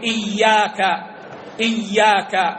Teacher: فالأصل أنهما حرفان ساكن ومتحرك، ف تقوم الشدة مقام الحرف الثاني، فيدمج الحرفان في حرف واحد مع دلالة التشديد، فيقولون هذه الشدة قائمة مقام الحرف، إذن لا بد منها